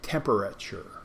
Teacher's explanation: Now, that last T sounds like a CH.